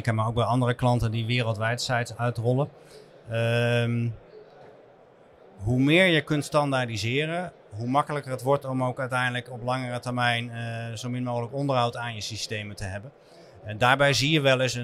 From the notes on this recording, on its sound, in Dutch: De aflevering is live opgenomen tijdens ICT&Logistiek in de Jaarbeurs in Utrecht